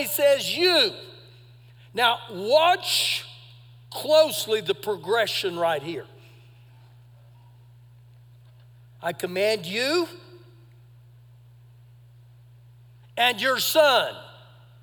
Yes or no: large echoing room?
yes